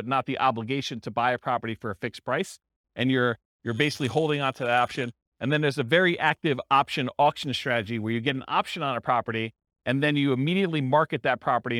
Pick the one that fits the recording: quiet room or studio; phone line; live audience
live audience